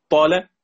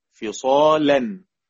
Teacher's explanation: تمام، هنا برضو هناك وجه، أن الألف من ضمن حرف الطاء فهو مفخم تبعه طا طا يفخم قبله، فقال أنه تفخم اللام حتى وإن فصل بينها وبين الحرف الذي قبلها ألف، لأنه يعتبر من ضمن هذه الحروف.